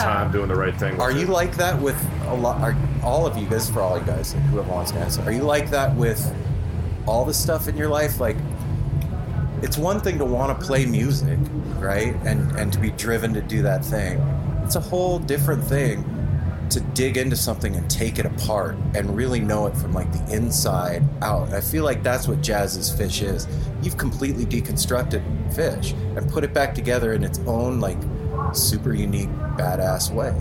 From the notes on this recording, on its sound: from our time at High Sierra Music Festival